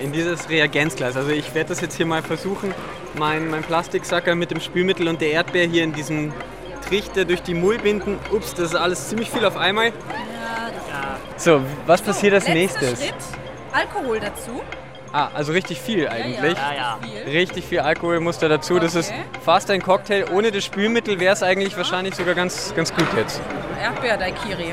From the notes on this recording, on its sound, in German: Live von der "Langen Nacht der Forschung". Wir haben uns von den interessantesten Orten der "Langen Nacht" gemeldet - vom Heldenplatz bis zur Fledermaus-Beobachtungsstelle im Türkenschanzpark. Bei der "Langen Nacht der Forschung" gab es in ganz Wien BEI FREIEM EINTRITT vieles zu entdecken. Am Wiener Heldenplatz hat er sich umgehört, was bei den kleinen BesucherInnen am besten ankommt.